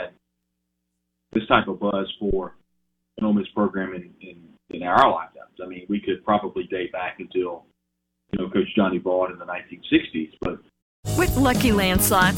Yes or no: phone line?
yes